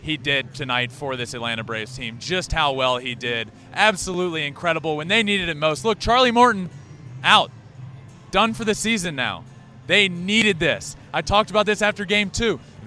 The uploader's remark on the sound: LIVE from Game 3 of the World Series at Truist Park in Atlanta! BRAVES HOME FIELD ATMOSPHERE.